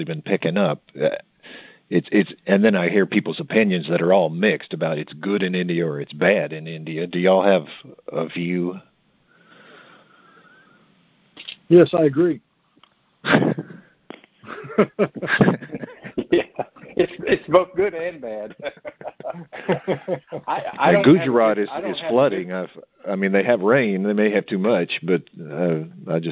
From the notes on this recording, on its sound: Monthly Conference Call